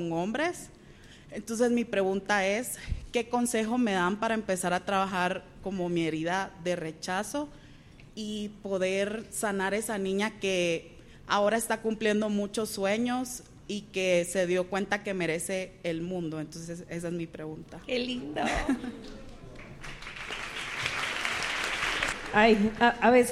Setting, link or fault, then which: setting, live audience